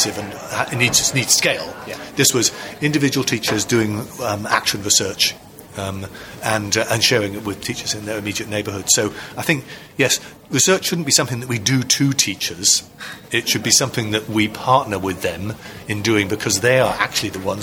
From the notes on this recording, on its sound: recording at the graduation of the first cohort of teachers to complete a nationally recognised qualification from the National Centre for Computing Education (NCCE)